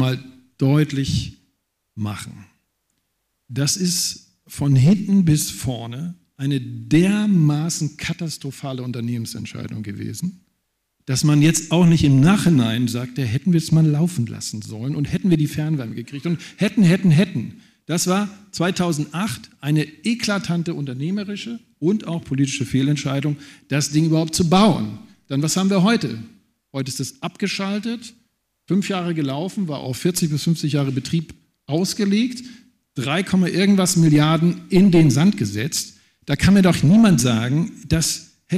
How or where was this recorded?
live audience